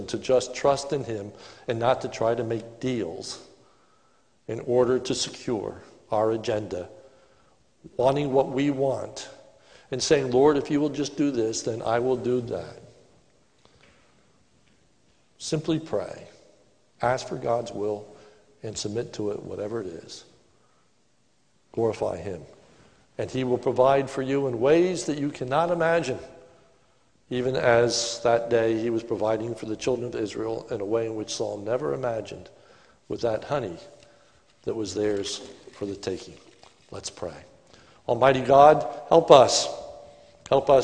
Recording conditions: large echoing room